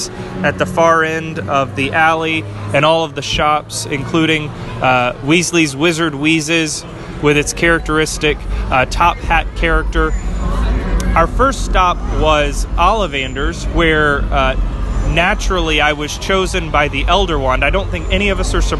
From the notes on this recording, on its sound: Live from the Wizarding World of Harry Potter. Broadcast live from Universal Studios in Orlando, Florida.